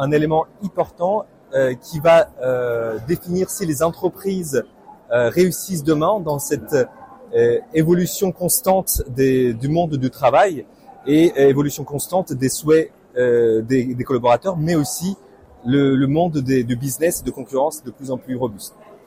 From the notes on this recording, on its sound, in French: Des témoignages de professionnels du Learning, enregistrés en live, tout au long de l'épisode.